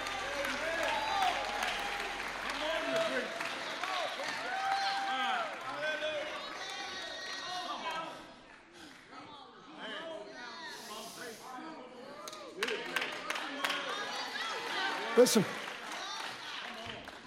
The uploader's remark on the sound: Live from the Tabernacle at Redemption!